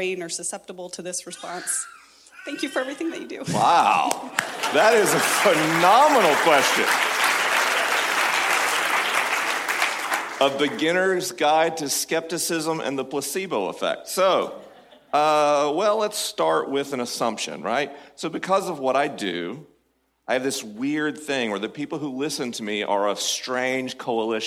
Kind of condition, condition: setting, live audience